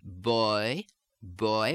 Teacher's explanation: with a much longer o and a shorter e · Term: oi